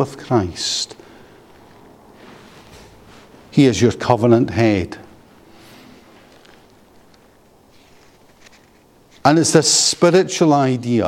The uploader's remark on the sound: Paper delivered at the Free Southern Presbytery Colloquium held in Knightswood Free Church -Continuing-, Glasgow, on Saturday 27 January 2024.